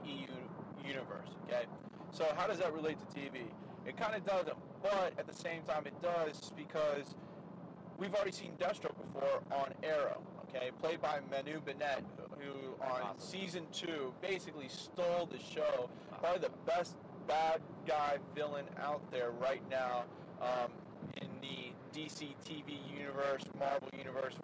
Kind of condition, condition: setting, inside a vehicle